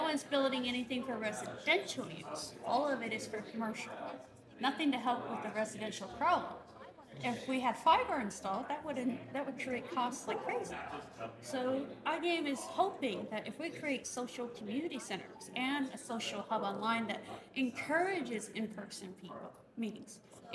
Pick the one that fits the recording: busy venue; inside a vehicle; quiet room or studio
busy venue